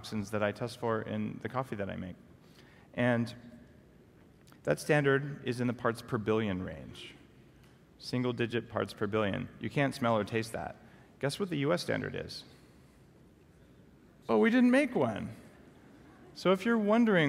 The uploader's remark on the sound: LIVE at the Longevity Now® Conference 2014